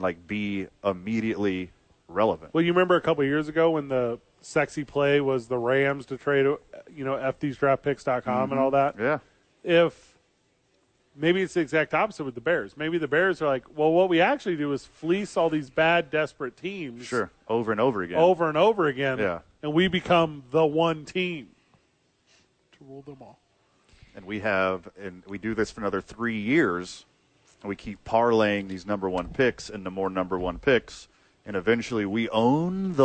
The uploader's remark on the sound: live at the Duke Store.